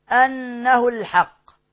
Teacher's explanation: أنه الحق لام قمرية مظهرة وهمزة وصل ملغاة